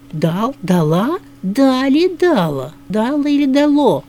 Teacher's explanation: окончания женского рода все настойчивее забирают ударение на себя